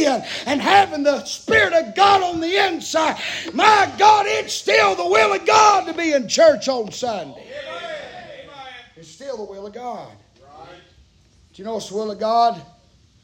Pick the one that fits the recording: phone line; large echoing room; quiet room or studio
large echoing room